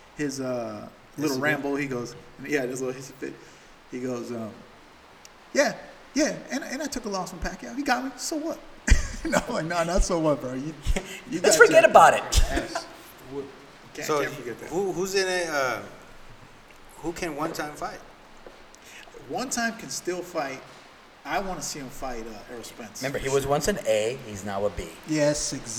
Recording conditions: background noise